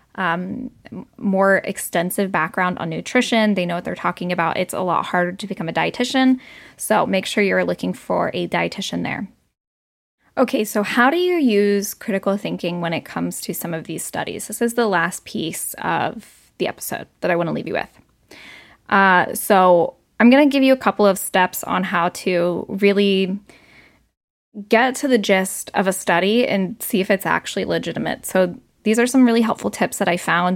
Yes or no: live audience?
no